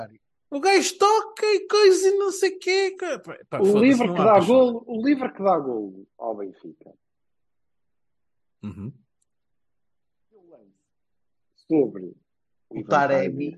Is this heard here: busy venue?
no